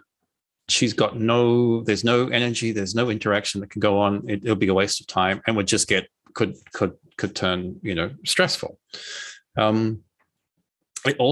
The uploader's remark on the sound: this was initially recorded as a video webinar